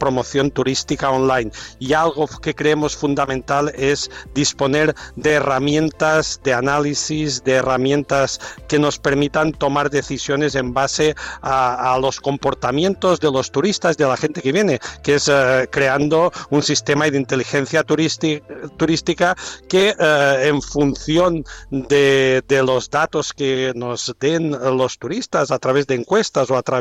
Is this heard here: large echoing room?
no